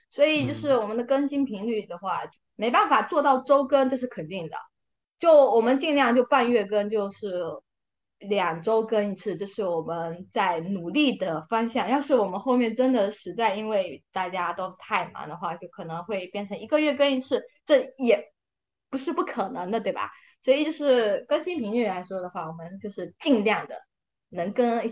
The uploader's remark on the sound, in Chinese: 录制当天有人加班，有人设备出错，有人得了重感。录制后发现，好多难剪的口癖、抢话以及扯七扯八。